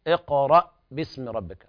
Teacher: اقرأ باسم ربك، وهنا الهمزة ساكنة، والهمزة لا تقلقل، كما كانت العرب لا تقلقل الهمزة، فنقول اقرأ باسم ربك، وهنا يمتنع الصوت والنفس معا